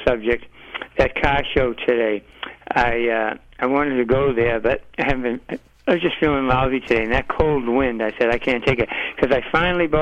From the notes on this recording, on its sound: called in from Newport Motor Week and the Audrain Museum